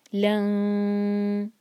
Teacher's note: لام کے بعد جو نون ہے اسے چھپانا ہوگا اور ہم اپنی زبان کو فا کے لیے تیار کریں گے. لن، اور ٹائم دیں گے دو سیکنڈس کا.